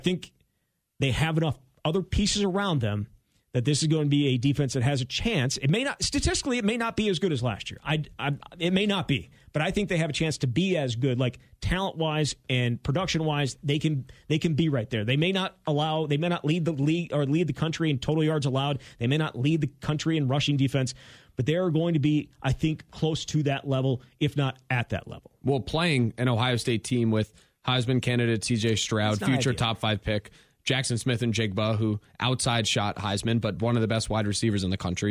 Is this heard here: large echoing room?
no